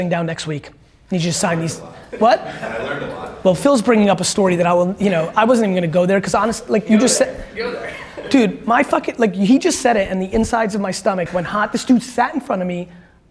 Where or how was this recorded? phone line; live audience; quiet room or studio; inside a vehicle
live audience